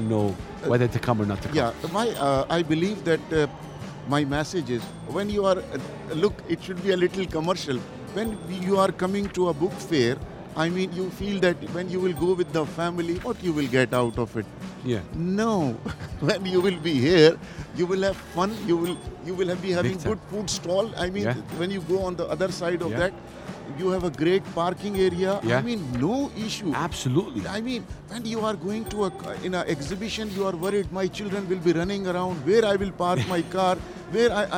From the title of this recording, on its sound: Live from SIBF 2023